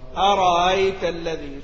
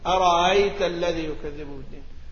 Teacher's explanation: فهذا يسهل الهمزة الوسطى من الكلمة